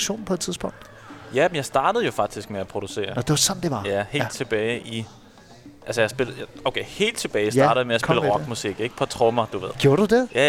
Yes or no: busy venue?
yes